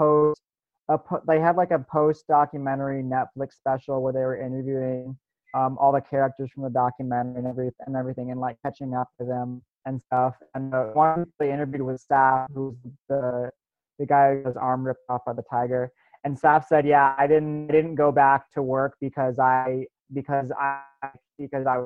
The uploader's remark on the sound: Four of our audio staffers get together over Zoom